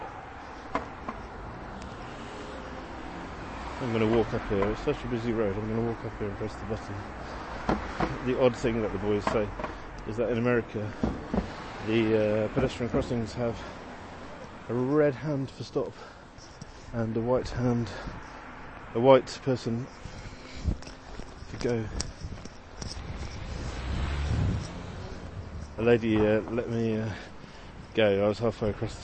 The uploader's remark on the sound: Walking home from the T. Pittsburgh's transit system, colloquially known as the 'T' is a rickety tram ride from Downtown into the suburbs in the South Hills and across the river to the North Side. Everyone is on their phones, it rattles and shakes, there are no signs. Short audio clips, often recorded on the move as I'm traveling.